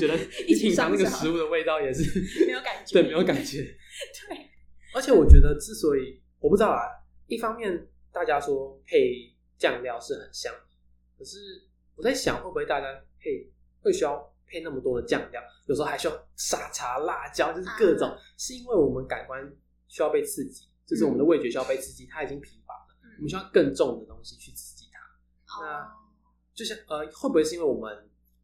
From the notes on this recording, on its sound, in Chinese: 這一集的音質比較不好，再麻煩你拿下耳機收聽會更合適